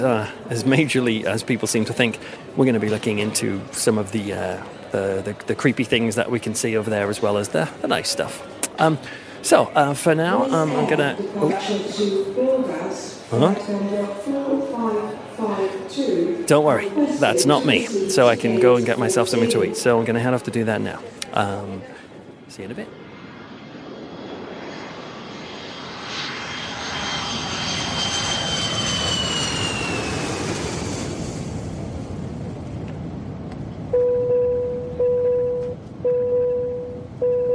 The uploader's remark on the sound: An on-location audio trip to Transylvania. Where we will stay in an old Saxon village, then head by cable car into the Carpathian mountains, to sleep in a hotel made of ice. Then it's off to the beautiful yet formidable looking Bran Castle and more.